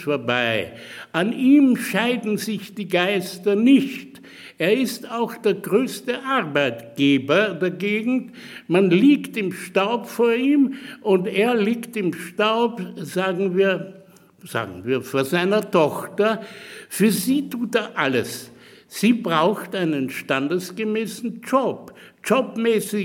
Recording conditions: live audience